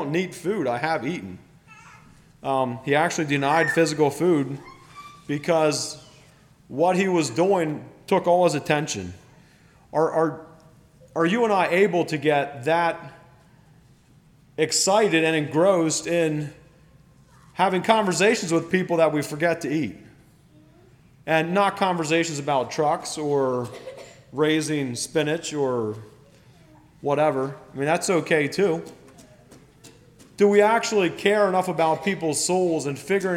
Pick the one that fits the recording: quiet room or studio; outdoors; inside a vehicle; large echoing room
large echoing room